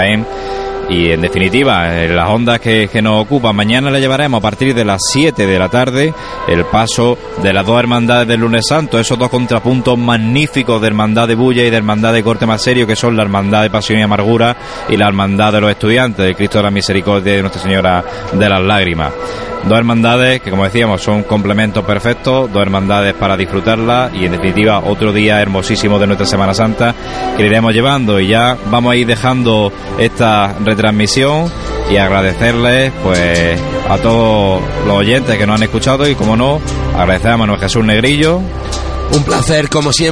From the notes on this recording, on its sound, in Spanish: Pasión en Jaén. Domingo de Ramos Tarde 2014. Llega la Cruz de Guía de la Estrella. Primeros sonidos del Paso de Misterio de Ntro.